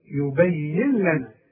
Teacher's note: عندي نون بعدها لام، يبين لنا، هنلغي النون، يبين لنا ادغام كامل.